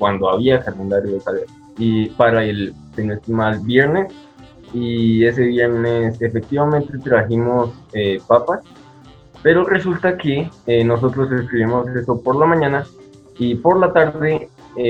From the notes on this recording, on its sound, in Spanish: Perdón por las fallas del audio